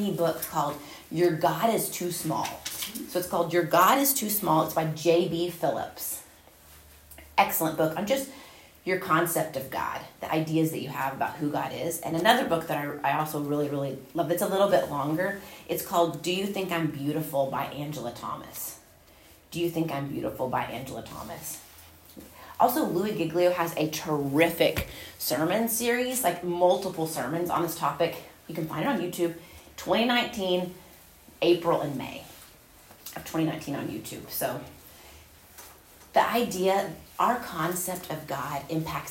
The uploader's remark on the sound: Recorded at Union Church.